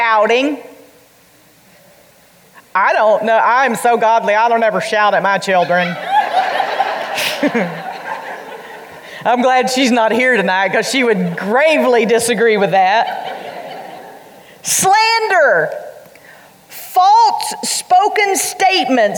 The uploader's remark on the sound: during The Girl Talk Live event in Hickory, NC.